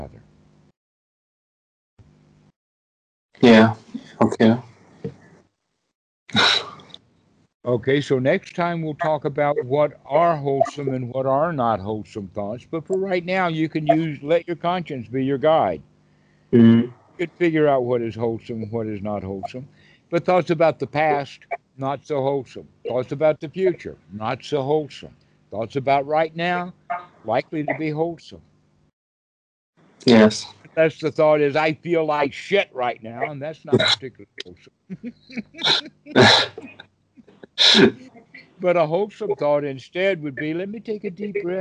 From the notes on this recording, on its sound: Skype calls on this channel. Recorded calls.